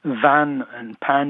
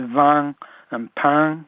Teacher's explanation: you've got increased nasality in your speech · Shown in: second take · So instead of saying van and pan, you say van and pan.